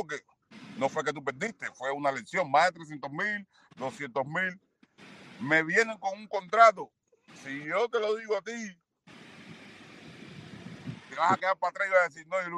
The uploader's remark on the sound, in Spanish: a pesar de la mala calidad del audio debido a problemas técnicos con la conexión